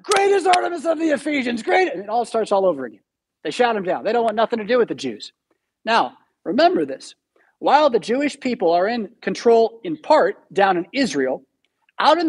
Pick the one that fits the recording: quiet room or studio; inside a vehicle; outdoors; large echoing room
large echoing room